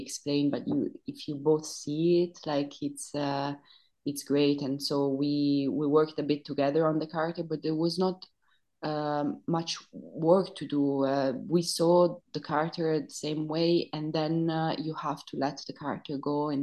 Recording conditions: video call